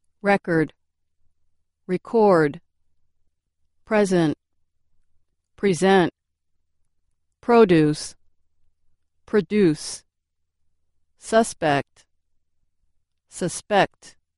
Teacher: Some English words can be nouns or verbs, depending on stress. With stress on the first syllable, the following words act as nouns, and on the second syllable, they act as verbs.